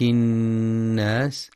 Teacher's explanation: وينتبه القارئ للغنة في النون المشددة من كلمة الناس فهي أكمل ما تكون، مع بيان صفة الهمس والصفير في السين.